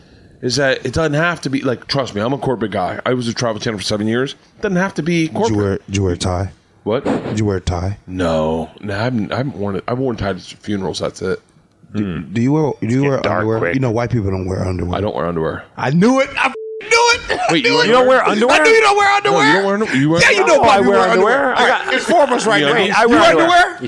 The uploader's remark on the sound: Start recording a podcast at 2am in the backstage area of the Parlor Live (with a giant bottle of vodka).